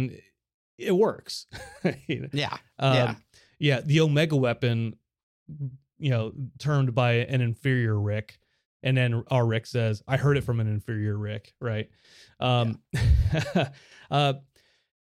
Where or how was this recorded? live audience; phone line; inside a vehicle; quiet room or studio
quiet room or studio